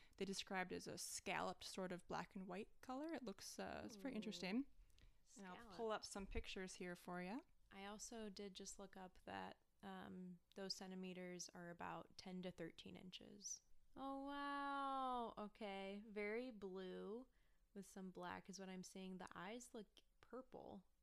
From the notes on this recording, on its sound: The audio for this episode is lower than usual.